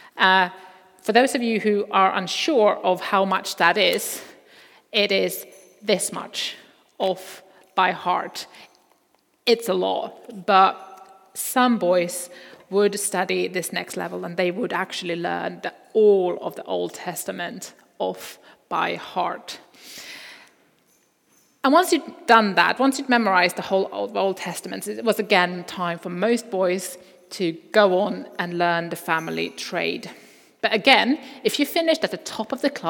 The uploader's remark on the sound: Recording from Immanuelskyrkan Skövde.